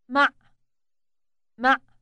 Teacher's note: The final sound in this preposition is produced deep in the throat.